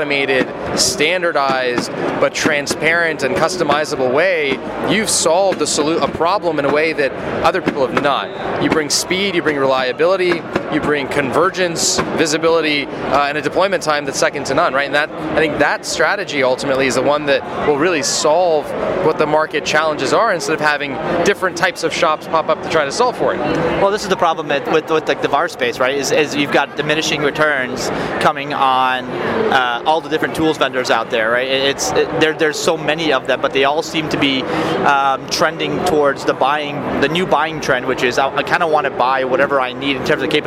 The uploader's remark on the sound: At day 2 of re:Invent 2018 I tracked down. At a developer/builder focused cloud conference.